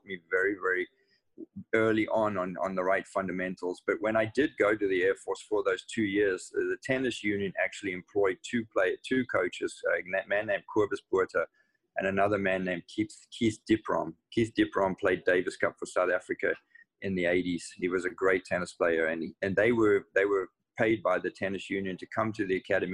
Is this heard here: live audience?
no